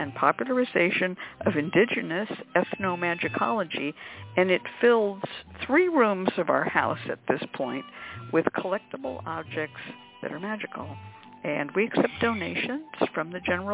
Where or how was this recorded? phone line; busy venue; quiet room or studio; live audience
phone line